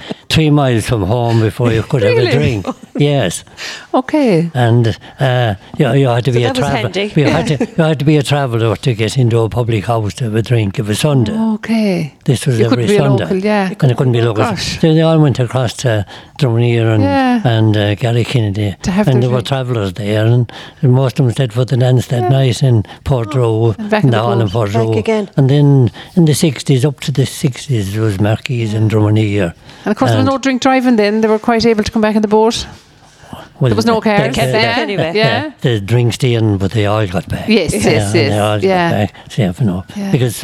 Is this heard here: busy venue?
yes